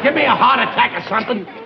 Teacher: There isn't an R to be heard. · Term: R-less